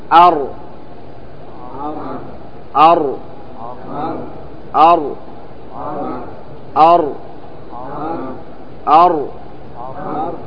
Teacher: مخرج الراء قريبا من مخرج النون، إلا أنه أدخل إلى ظهر اللسان. قال ابن الجزري في النشر: مخرج الراء من طرف اللسان بينه وبين ما فوق الثنايا العليا، غير أنها أدخل في ظهر اللسان قليلا.